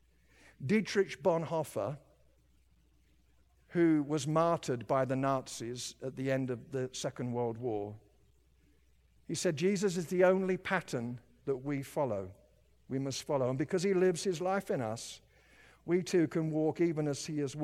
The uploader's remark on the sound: At Timberline Church - Audio. Live.